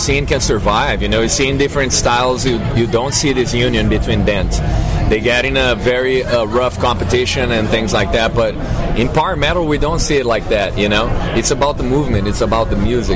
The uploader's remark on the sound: interview recorded prior to the band's performance at Mad With Power Fest